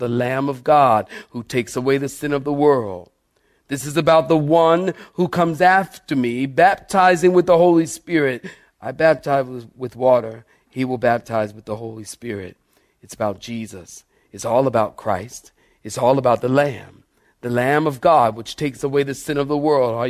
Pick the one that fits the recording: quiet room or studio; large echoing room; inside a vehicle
large echoing room